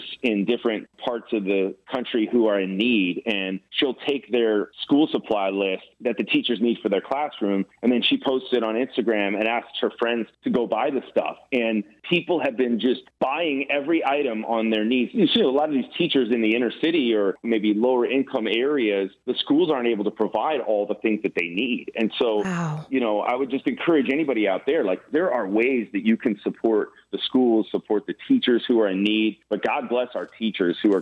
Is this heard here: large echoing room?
no